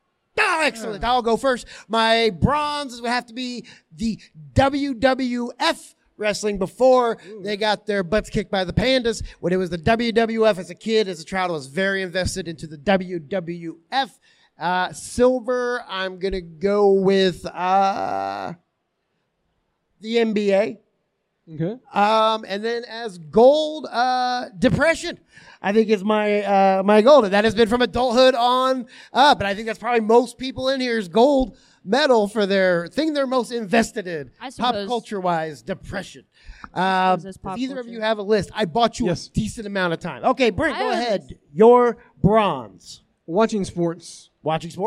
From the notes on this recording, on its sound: Live from Indy PopCon 2023. Take the live stage at PopCon in front of the masses.